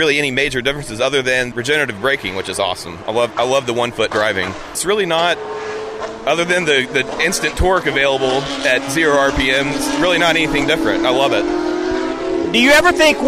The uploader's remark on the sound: At Road Atlanta. Goes on the road to Road Atlanta for the Petit Le Mans.